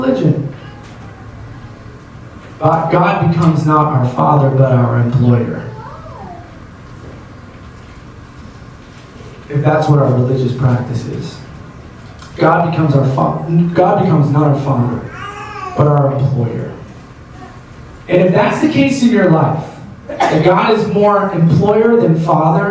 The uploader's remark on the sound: Sorry for the audio quality. Our normal equipment was not available.